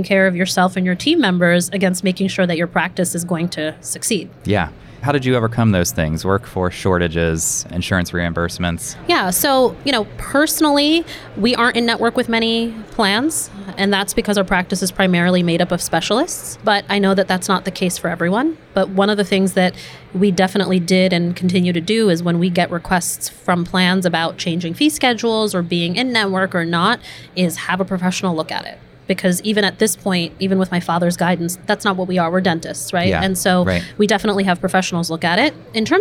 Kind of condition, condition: setting, busy venue